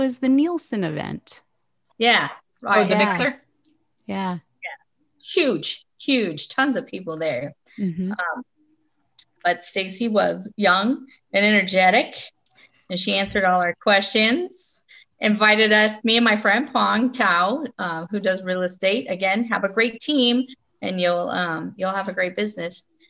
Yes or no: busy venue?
no